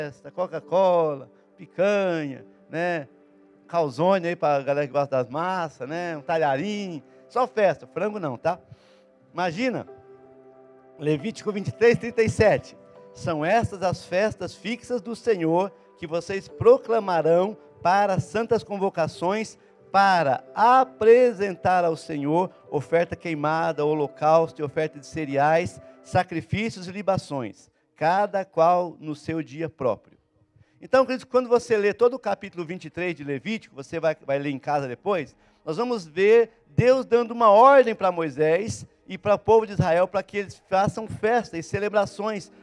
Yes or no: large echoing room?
yes